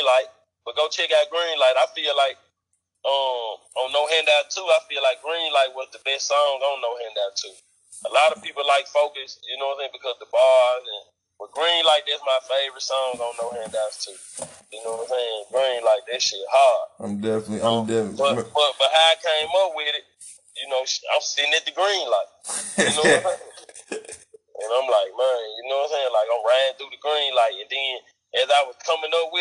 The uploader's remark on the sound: on the phone